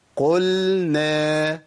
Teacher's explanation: مخرج اللام جنب مخرج النون، ولو ما حققتش الانحراف في اللام هجيب طرف اللسان قريب من مخرج النون، فيبقى انا جبت نون